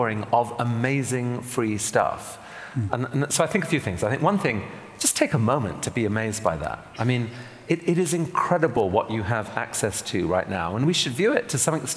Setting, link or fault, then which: setting, live audience